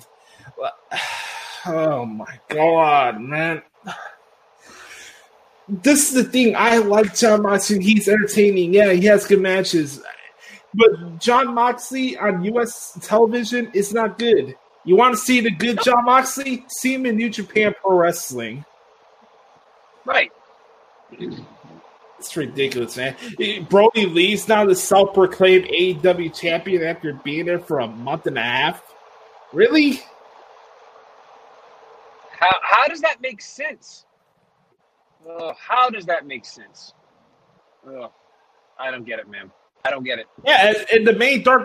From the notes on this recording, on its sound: Who was driving back to Louisiana while we're recording this weeks episode, so apologies for any technical issues during the middle portion of the podcast